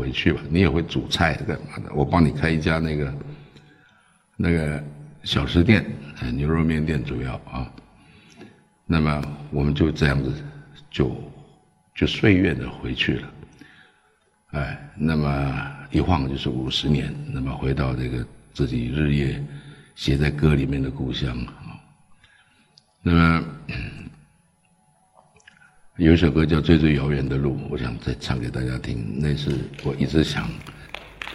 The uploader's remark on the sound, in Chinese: 一席现场